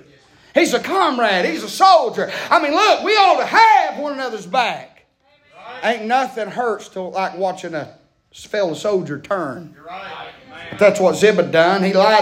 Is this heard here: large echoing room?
yes